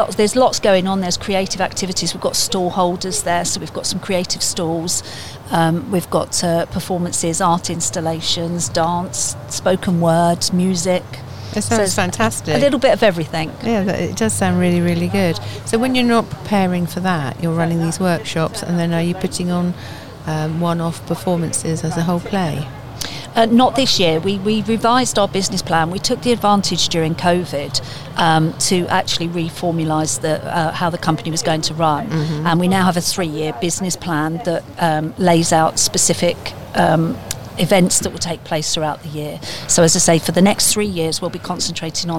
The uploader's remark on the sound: Joins us in the discussion outside of Willow's Coffee House in the town.